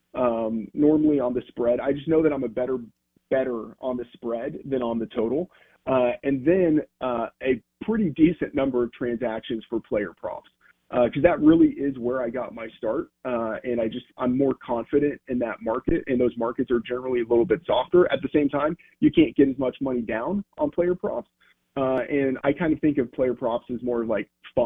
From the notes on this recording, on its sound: On the Farm Bureau guest line. In the BankPlus Studio.